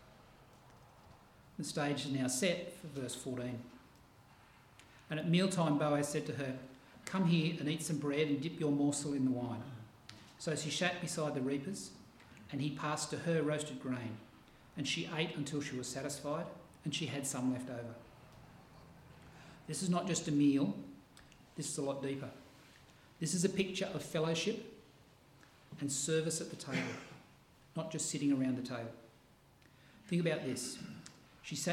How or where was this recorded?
large echoing room